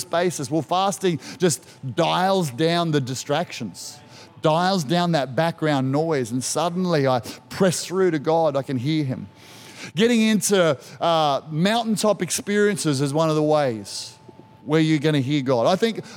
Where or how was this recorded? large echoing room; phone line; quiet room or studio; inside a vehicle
large echoing room